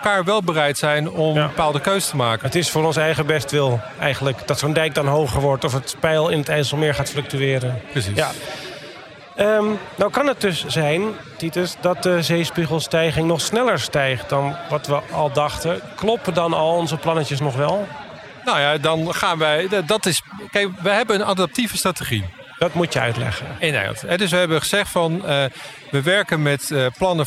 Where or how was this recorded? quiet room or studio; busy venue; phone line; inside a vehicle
busy venue